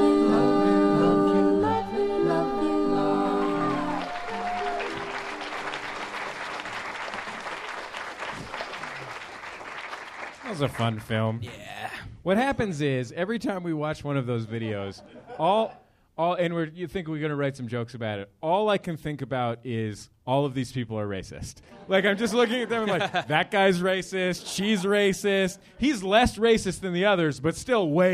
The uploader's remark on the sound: Live at MaxFunCon. A live recording at MaxFunCon 2011.